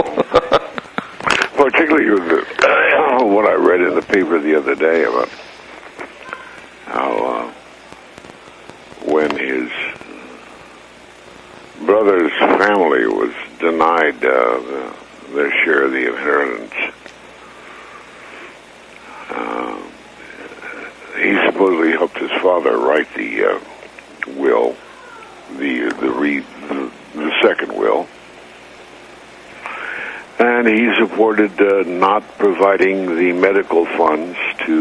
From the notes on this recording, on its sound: We spoke over the phone. From Los Angeles.